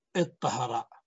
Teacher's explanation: وكذلك اطهر، أصله تفعل يعني تطهر، تطهر. ثم أدغمت التاء في الطاء فأدخلت التاء في الطاء فصارت مشددة، فصار الفعل مبدوءا بساكن فجلبت همزة الوصل فقيل اطهر. · Term: الإدغام